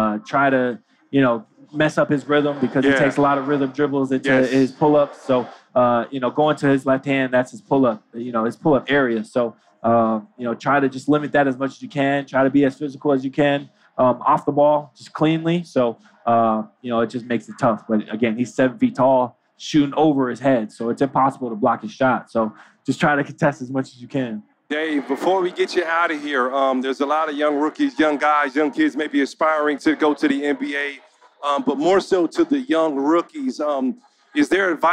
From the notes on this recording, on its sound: LIVE from NBA Con at Summer League in Las Vegas